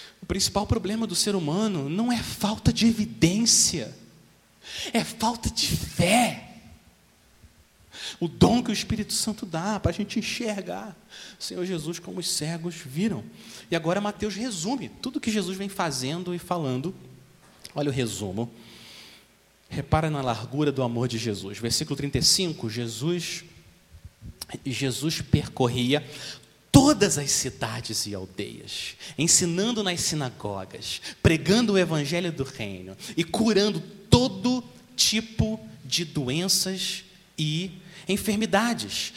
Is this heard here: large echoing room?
yes